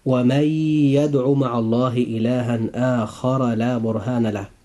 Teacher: لابد أن يكون الإدغام، وهذا الإدغام يكون بغنة